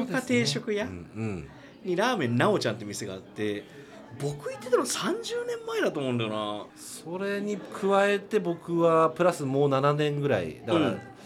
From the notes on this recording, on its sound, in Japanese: 今回は対面です！東京での収録です！東中野にあるPodcastスタジオとクラフトビールのお店「雑談」にて録りました。